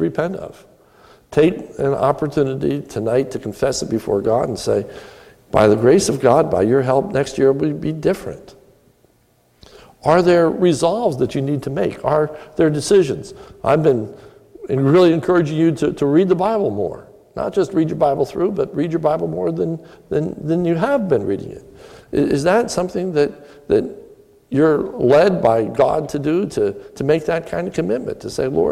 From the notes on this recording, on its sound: This is a sermon recorded at the Lebanon Bible Fellowship Church in Lebanon, PA on 12/31/2017 during the evening communion service